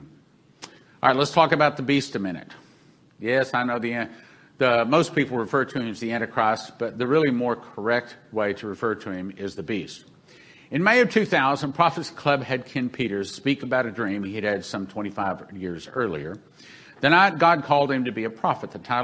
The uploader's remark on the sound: This broadcast is the audio from the Sevenfold Miracle Crusade that was held in March 2021.